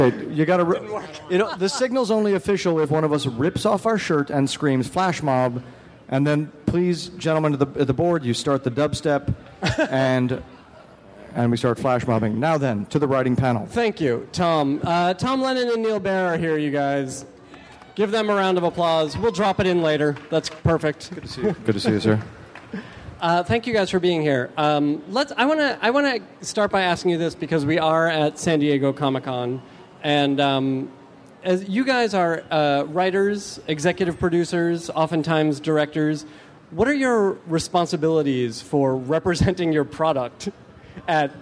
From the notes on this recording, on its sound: Recorded live at the Nerdist space at Petco Park during San Diego ComicCon, on July 24, 2014.